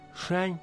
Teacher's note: Шань – это гора. Произносится в первом тоне